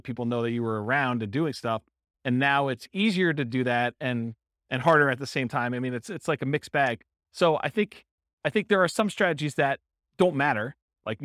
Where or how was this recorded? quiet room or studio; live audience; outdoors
live audience